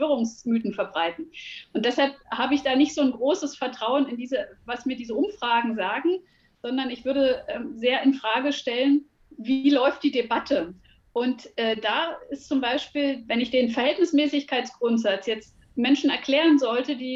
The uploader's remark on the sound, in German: In dieser Folge hören Sie die Aufzeichnung einer virtuellen Podiumsdiskussion.